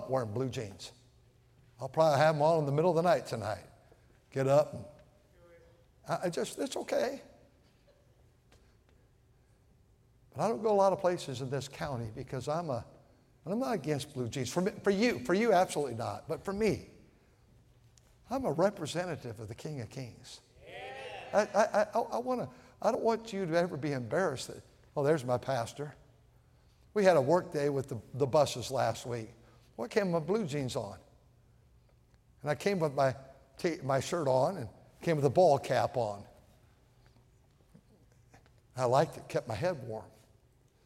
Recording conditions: large echoing room